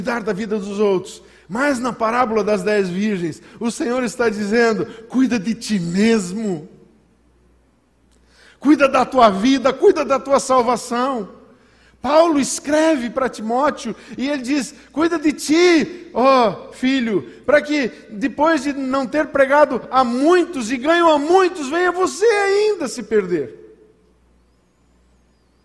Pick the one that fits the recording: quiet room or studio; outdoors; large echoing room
large echoing room